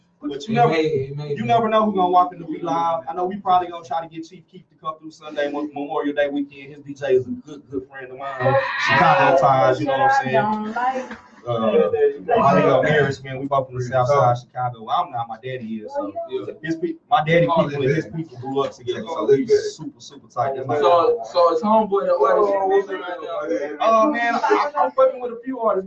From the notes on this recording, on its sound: This week episode we have some slight Technical Difficulties.